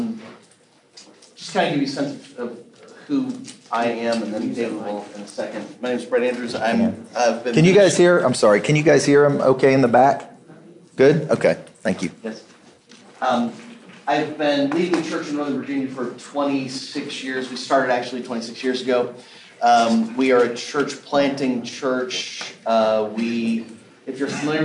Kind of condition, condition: setting, busy venue